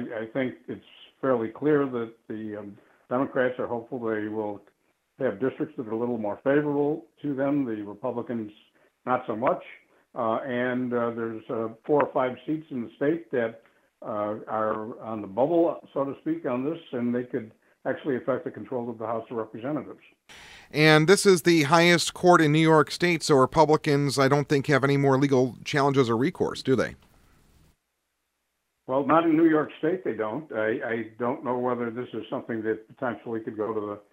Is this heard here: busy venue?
no